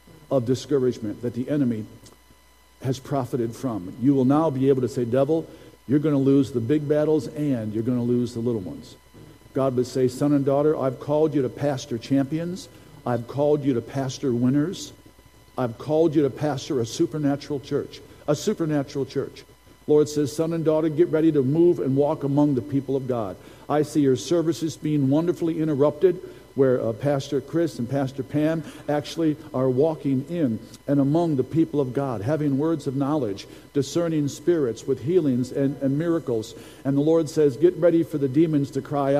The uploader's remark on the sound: Recording from Sunday's prophetic service